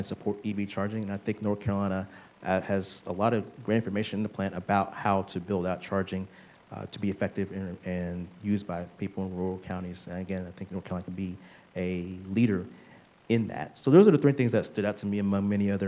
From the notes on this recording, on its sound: We’re back and in action at the 2023 State Energy Conference. In this live recording. The keynote plenary panel conversation.